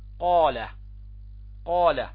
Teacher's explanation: عن الفم، أبعد نقطة في اللسان عن الفم، يخرج منه القاف، يعني إذا انطبق أقصى اللسان مع الحنك العلوي ماذا يخرج عندنا؟ حرف القاف